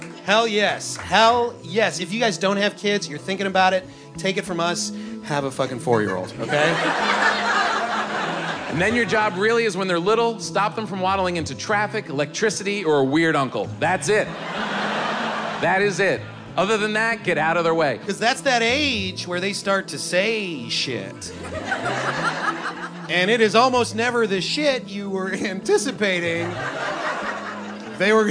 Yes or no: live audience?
yes